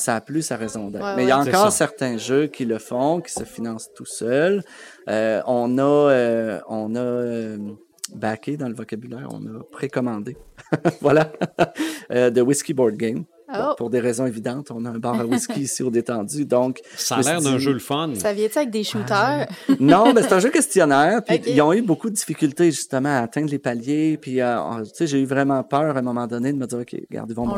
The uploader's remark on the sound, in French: Enregistré aux Dés-Tendus